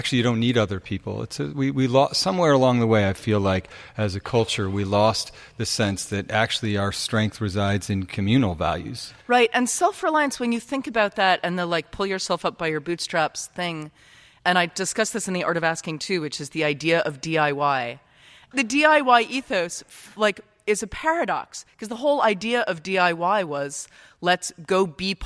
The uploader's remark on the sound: Dear Sugar: Live In Cambridge. In front of a live audience at First Parish Church in Cambridge, Massachusetts.